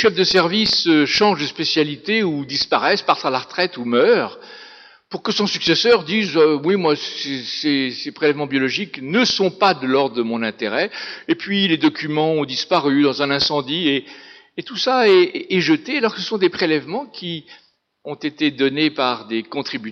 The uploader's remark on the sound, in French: Intervention enregistrée le 7 novembre 2012 dans le cadre du colloque « Les collections anatomiques : de la connaissance à la mise en valeur ».